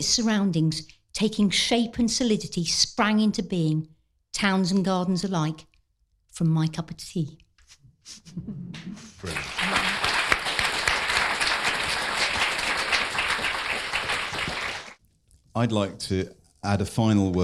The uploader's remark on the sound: Which was recorded live at the London Library.